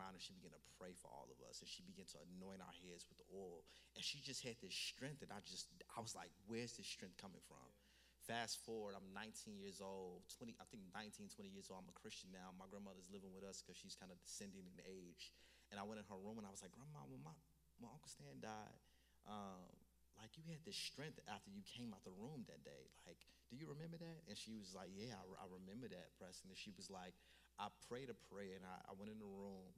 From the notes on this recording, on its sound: Stand Firm Tour Toronto Live Show